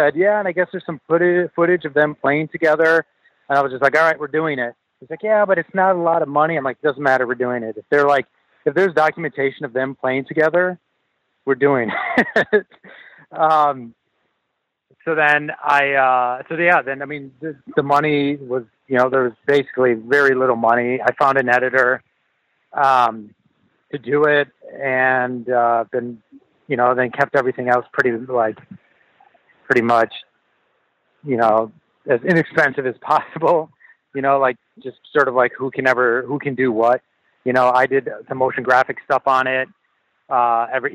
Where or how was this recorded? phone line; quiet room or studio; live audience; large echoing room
phone line